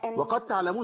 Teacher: الدال في التاء تخش فيها على طول